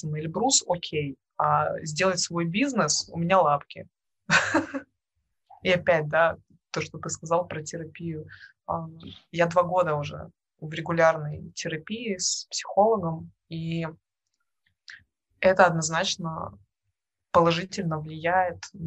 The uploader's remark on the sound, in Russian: Это видеоподкаст Непростые люди. Прошу прощение за качество видео и звука, я ещё работают над этим.